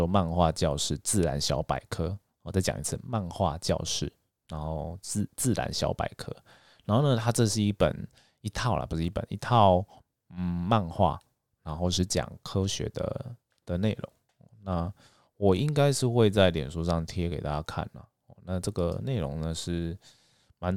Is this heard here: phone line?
no